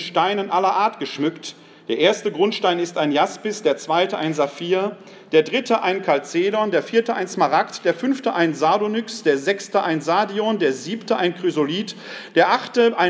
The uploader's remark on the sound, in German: Mitschnitt des Vortrags